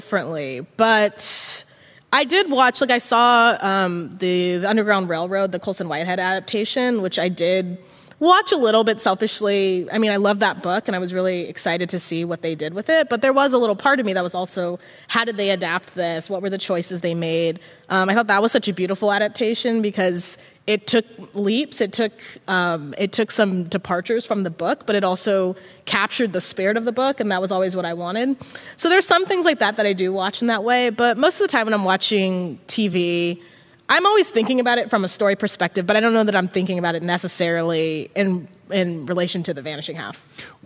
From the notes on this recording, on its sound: In front of an audience of students at Grant High School in Portland in February 2022.